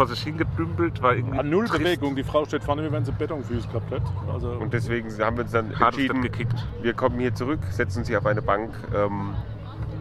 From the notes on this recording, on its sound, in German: Maifeld Derby Festival Tag 2. Unser Podcast sendet auch an Tag 2 Live vom Maifeld Derby Festival!